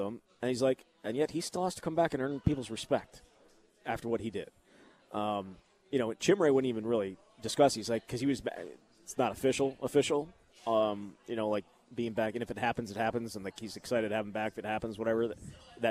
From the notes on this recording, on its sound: live at Monk's in Sun Prairie